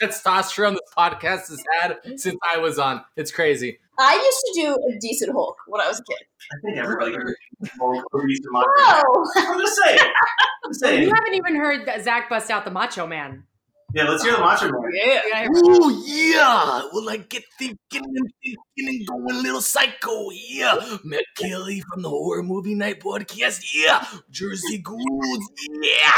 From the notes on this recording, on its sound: We had a lot of audio issues — we apologize in advance